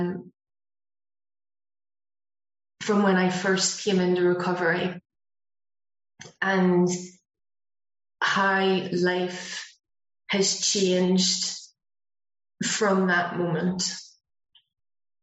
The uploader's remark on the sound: Speaking at the Broken Elevator zoom meeting.